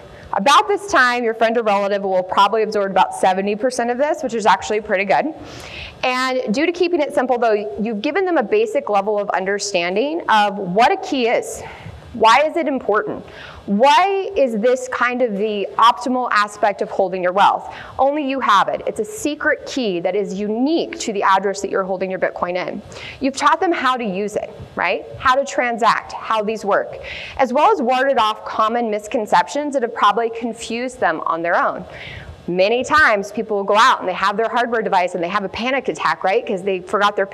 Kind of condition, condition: setting, live audience